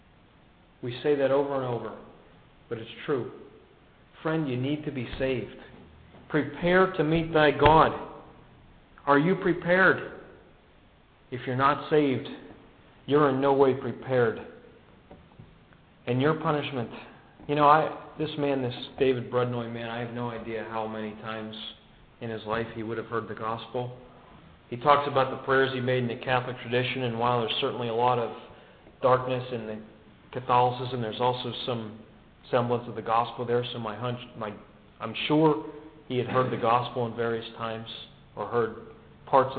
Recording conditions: large echoing room